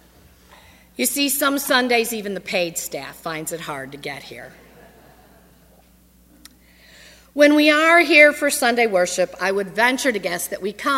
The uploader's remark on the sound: on Sunday, August 30, 2015, at First Presbyterian Church of Arlington Heights, Illinois.